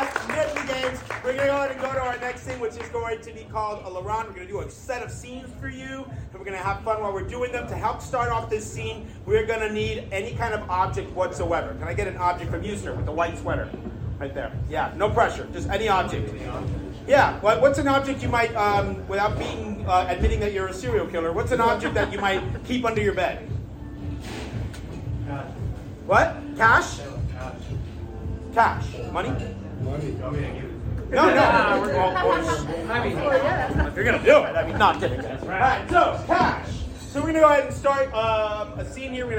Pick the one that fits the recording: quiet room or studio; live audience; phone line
live audience